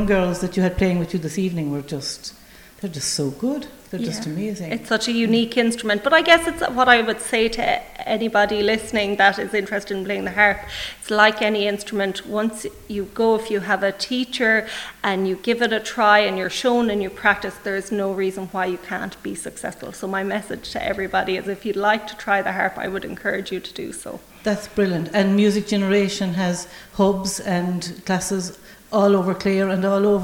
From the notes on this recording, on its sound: live from the Community Hall Feakle as part of the 36th Feakle trad Festival